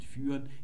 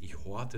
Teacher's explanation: den Laut, den Vokal nach hinten im Mund verschieben und da kommt dann A O oder U wieder raus · Shown in: second take